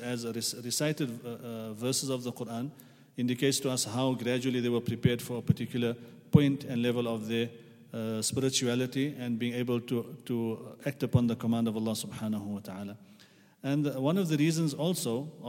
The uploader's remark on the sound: at the Houghton Masjid (West Street)